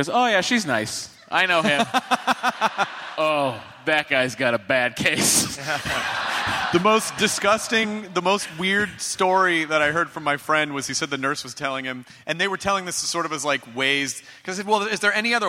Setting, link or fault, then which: setting, live audience